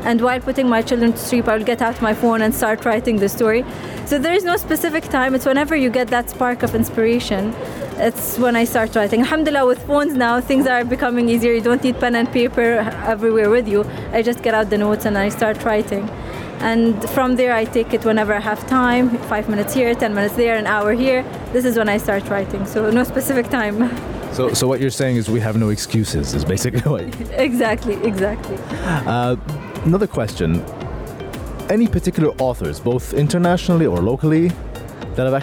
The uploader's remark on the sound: Live From SIBF 2023